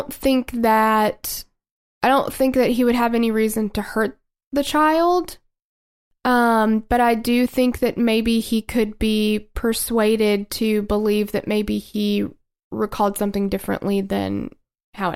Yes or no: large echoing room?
no